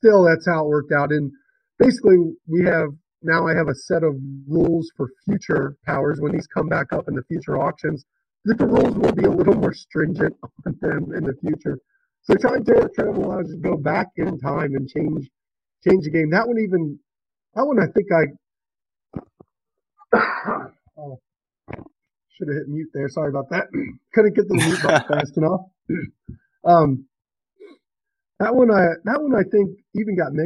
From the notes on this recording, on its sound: My apologies for the audio. It gets somewhat crackly, but i didn't want to just scrap the episode.